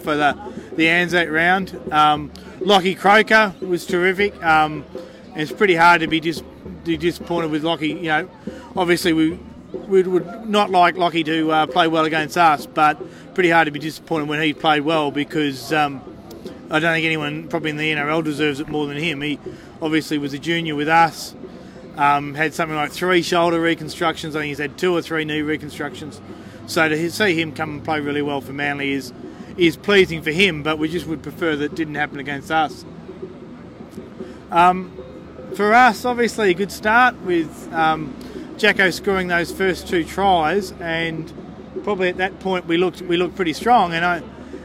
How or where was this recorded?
outdoors